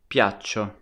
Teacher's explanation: Spelt P-I-A-C-C-I-O. This verb is a little irregular in the spelling because the C doubles up in the I form. So piaccio with two C's. You can also hear it in the pronunciation. The C is a little longer.